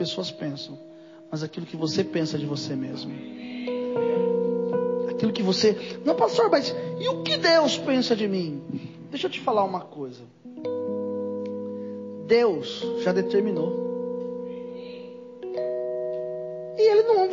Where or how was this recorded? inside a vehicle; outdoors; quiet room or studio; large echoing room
large echoing room